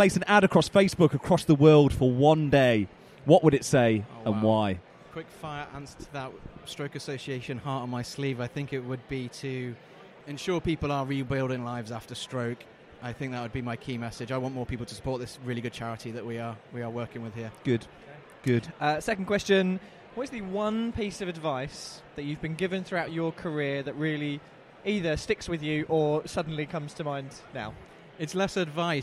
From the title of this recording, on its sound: Live from event night with the Stroke Association